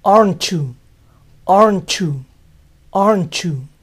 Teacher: con you y solamente con you, la T final también se puede pronunciar. Y va a sonar así.